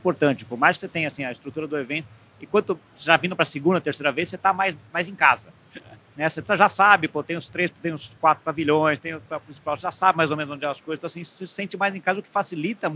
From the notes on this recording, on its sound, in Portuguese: Gravado diretamente do Web Summit em Lisboa.